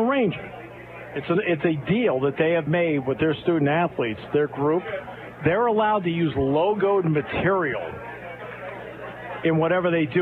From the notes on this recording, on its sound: Live at the Purdy Golf Tournament. Live at the Greater Susquehanna Valley YMCA Purdy Golf Tournament with live coverage.